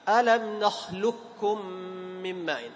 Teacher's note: والكامل ألم نخلقكم من ماء بذهاب صفة القاف